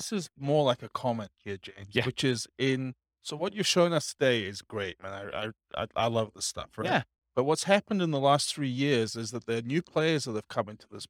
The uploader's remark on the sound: Real estate entrepreneurs in Garden Grove, California. This was a live class recorded to give investors a solid qualitative overview of all the different real estate investing strategies. The live in-person version.